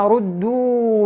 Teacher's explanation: الأول نفخم الراء ثم ننتقل إلى ترقيق الدال